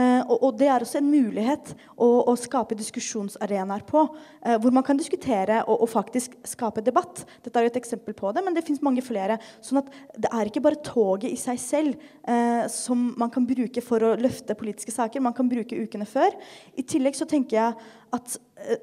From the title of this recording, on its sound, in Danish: Live fra Biblioteket